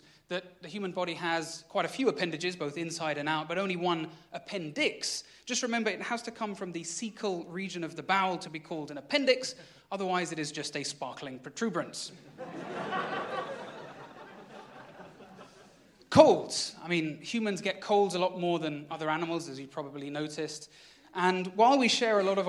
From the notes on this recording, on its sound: the best bits of their recent live shows, performed at London’s Bloomsbury Theatre